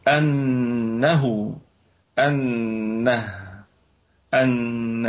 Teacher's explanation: الهمزة همزة أصلية محققة في البدء والوصل، والنون في أعلى درجات الغنة